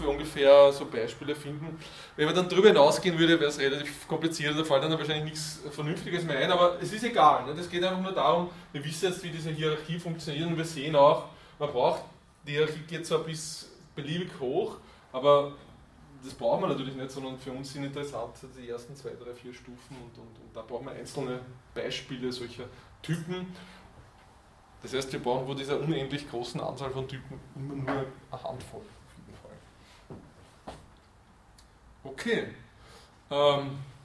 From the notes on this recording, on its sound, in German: Diese Vorlesung wurde von Studierenden aufgenommen